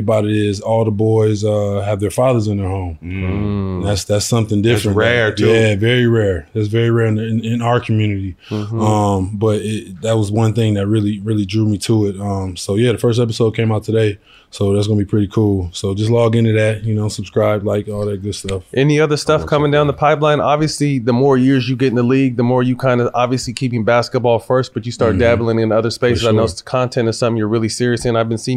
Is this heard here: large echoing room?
no